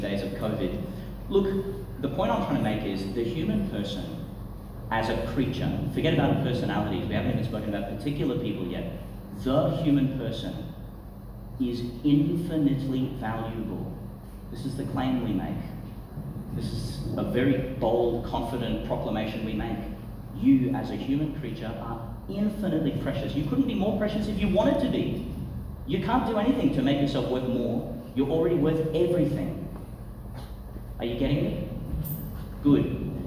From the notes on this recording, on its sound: delivered at Chanel College, Gladstone